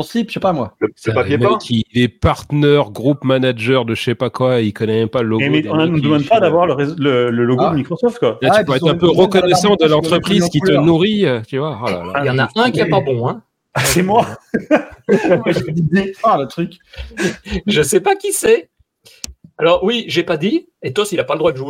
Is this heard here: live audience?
no